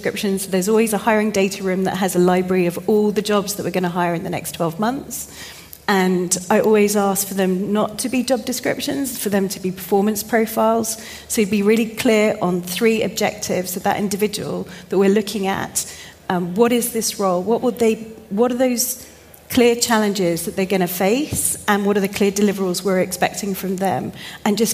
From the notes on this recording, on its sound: a panel discussion held at SaaStock 16